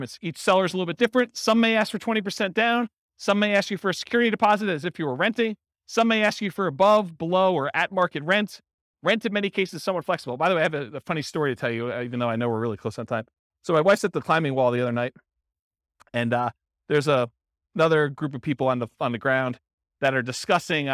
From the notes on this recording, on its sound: This was a live class recorded